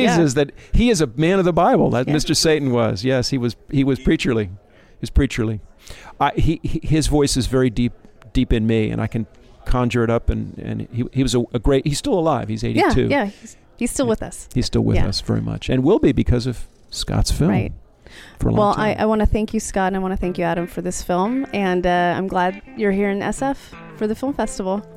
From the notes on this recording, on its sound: We're live from the 38th annual San Francisco Jewish Film Festival